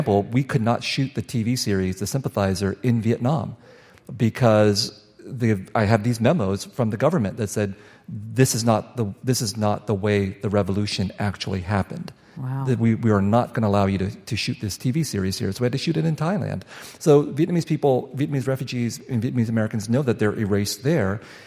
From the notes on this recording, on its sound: on stage at the Fitzgerald Theater for the third conversation in the 2023 Talking Volumes season